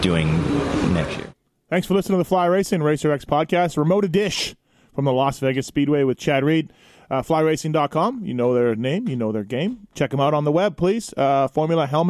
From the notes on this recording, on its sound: at the Las Vegas Speedway while he was driving a Lambo